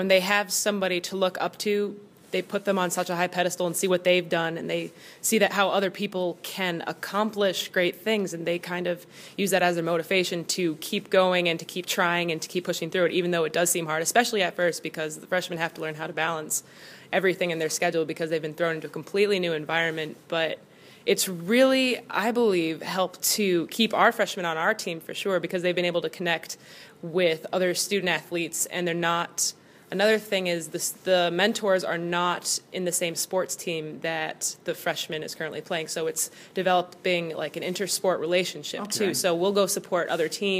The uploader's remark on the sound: Live at Tulane University